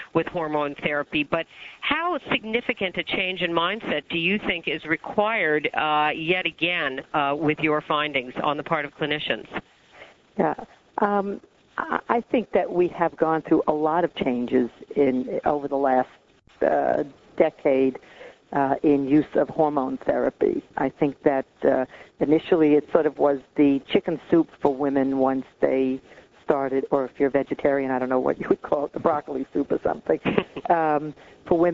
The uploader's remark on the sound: August 2005 Author in the Room® Teleconference